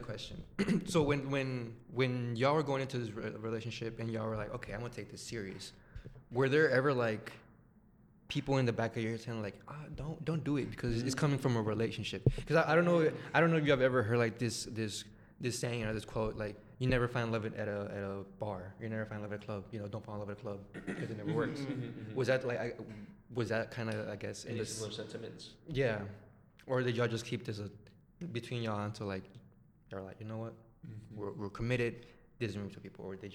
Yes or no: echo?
yes